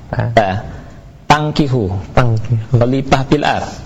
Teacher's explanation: sebagian saudara kita ya yang di Sunda ini kadang-kadang mengucapkan huruf fa jadi pa